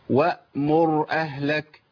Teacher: الراء هنا ساكنه في الوصل، ساكنه في الوصل، قبلها مضموم، قبلها مضموم، يبقى تفخم